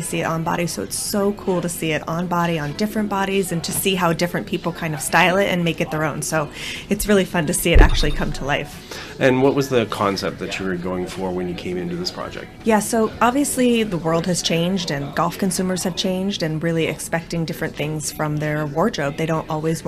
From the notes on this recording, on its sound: recorded last week in Whistler, British Columbia at their Fleece Fairways global product launch